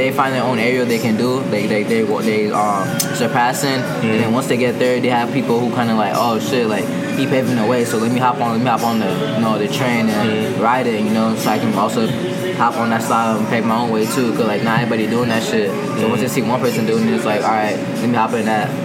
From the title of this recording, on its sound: Starbucks Convo